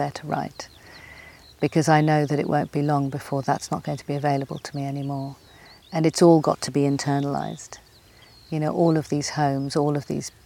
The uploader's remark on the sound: In company with the skylarks. A Summer’s walk along the meanders of Cuckmere Valley to the sea, at the heart of Seven Sisters Country Park.